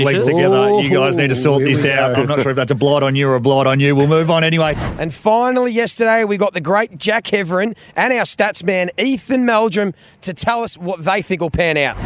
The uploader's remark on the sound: Live from the MCG on Grand Final day!